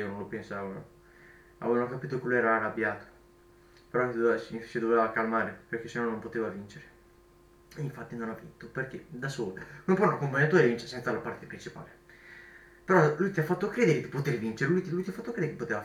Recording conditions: poor microphone